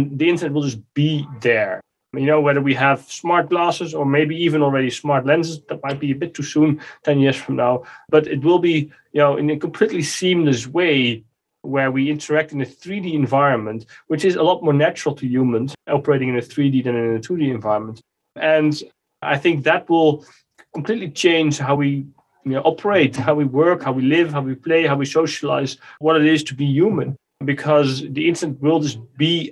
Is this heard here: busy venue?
no